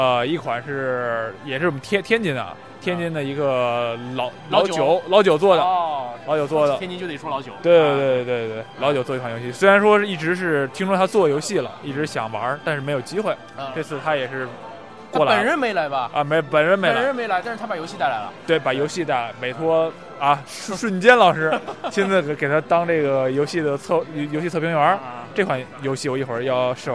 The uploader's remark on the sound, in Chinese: 那些来自Shadow Market现场的声音。